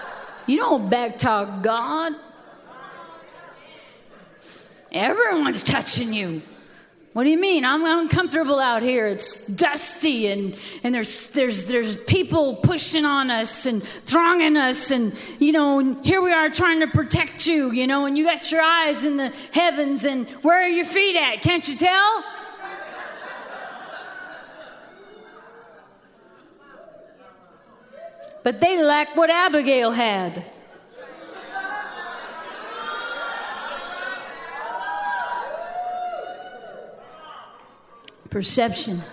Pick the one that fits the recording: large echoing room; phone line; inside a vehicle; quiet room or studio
large echoing room